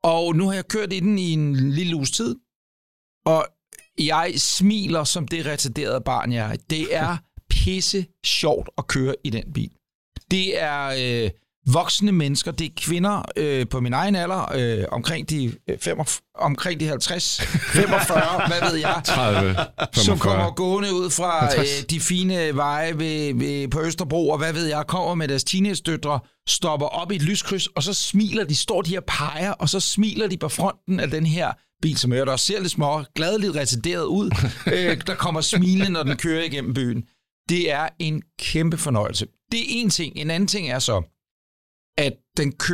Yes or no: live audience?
no